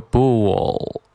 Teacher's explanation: 中间会有一个 l 的音，需要我们把舌尖顶到上牙床